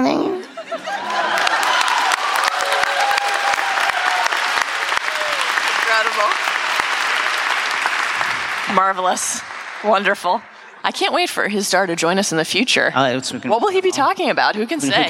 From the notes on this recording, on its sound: Recorded live at Con of Thrones 2019 in Nashville, Tennessee. Answer some “would you rather” questions from the audience.